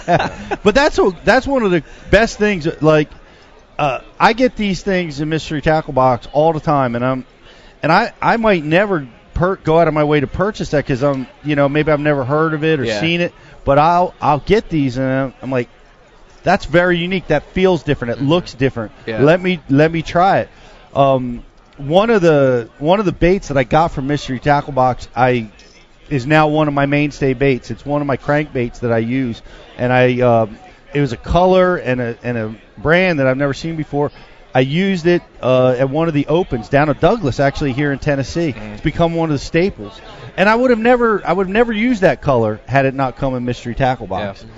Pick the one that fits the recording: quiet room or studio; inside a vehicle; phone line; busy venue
busy venue